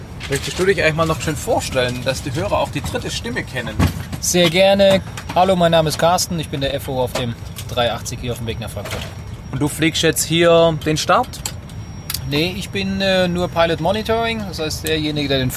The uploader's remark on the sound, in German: dieser zweite Teil enthält Interviews die wir in Hongkong aufgezeichnet haben, sowie den Rückflug und dessen Vorbereitung